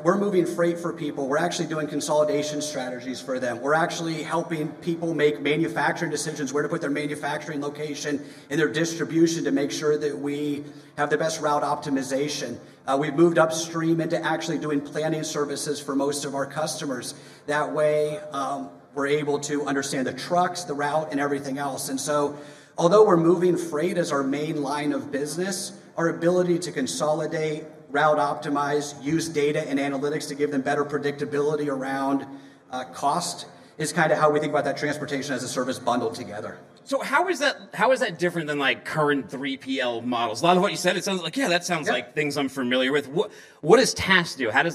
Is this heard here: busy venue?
yes